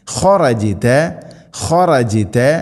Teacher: ഖറജത, ജീമിനെ ഖൽഖല ചെയ്യണം, ശരിക്കും കേൾക്കണം